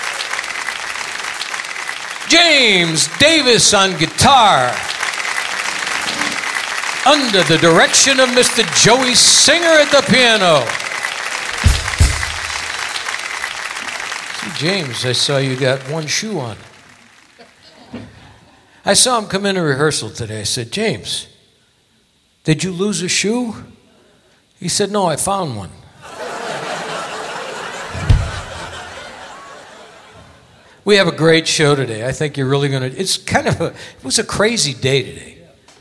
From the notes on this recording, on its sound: Live at the South Point Casino